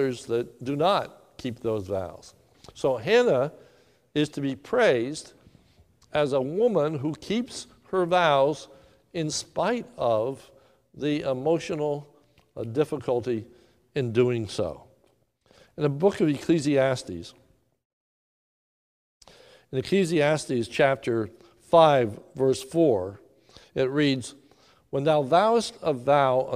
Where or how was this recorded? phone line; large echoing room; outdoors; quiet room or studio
large echoing room